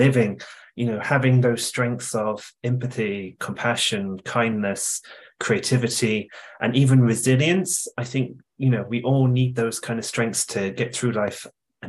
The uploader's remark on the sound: Mid West ARIES Webinar in partnership with Mental Health Ireland.